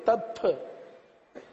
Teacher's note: آخر میں سانس کی طرح ہونٹوں سے سانس نہ نکلے، تب. وتب، با کی آواز نکلے شدت والی.